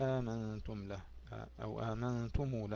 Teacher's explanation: في سورة طه يسقط الهمزة الأولى، يقرأها بهمزة واحدة وبعدها ألف